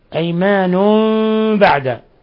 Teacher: أن ترد، نون ساكن جاء بعد التاء إخفاء حقيقي، أن ترد أيمان بعد أيمانهم، أيمان بعد، حكم التجويد هنا إقلاب لوقوع النون الساكنة بعدها باء، حيث أخفينا، حيث قلبنا النون الساكنة ميما مخفى عند الباء